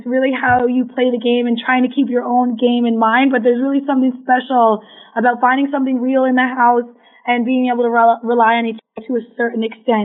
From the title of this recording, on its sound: Phone Interview